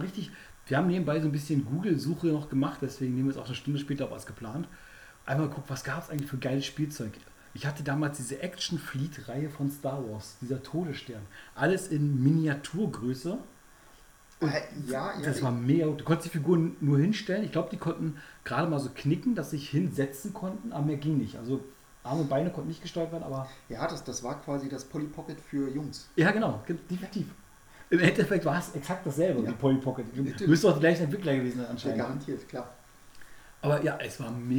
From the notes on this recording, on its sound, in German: Leider ist die Aufnahme recht leise geworden